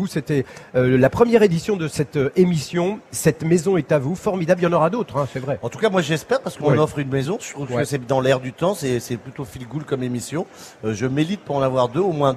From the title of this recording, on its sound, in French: en direct de la Foire de Paris